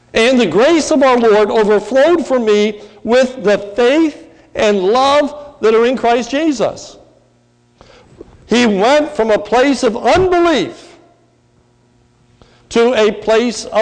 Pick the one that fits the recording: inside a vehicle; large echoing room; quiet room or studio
large echoing room